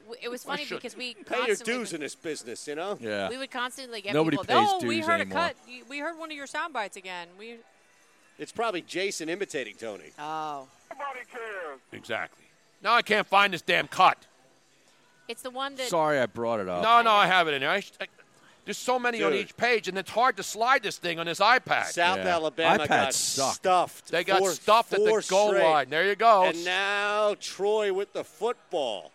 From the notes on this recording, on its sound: from Parx Casino LIVE